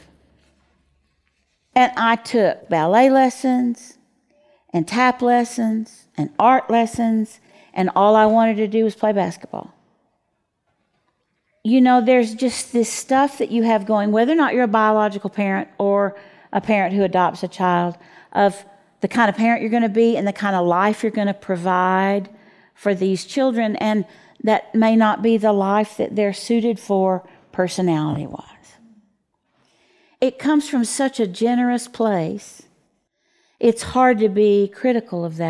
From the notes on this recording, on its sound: Q&A from the audience